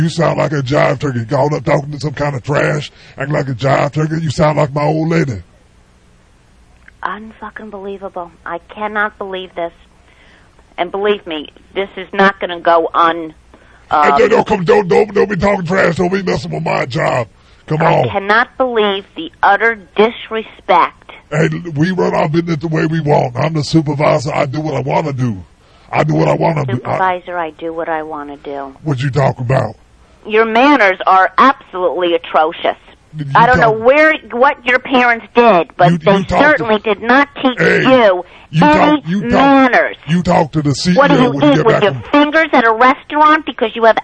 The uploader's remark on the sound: Prank Phone Calls